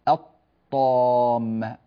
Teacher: فننتقل إلى الطاء مباشرة ولا يوجد نطق للام مظهرة